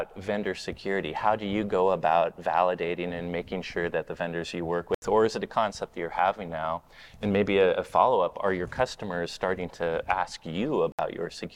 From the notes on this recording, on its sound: This week’s podcast comes from the WatchGuard Apogee partner conference for the Americas.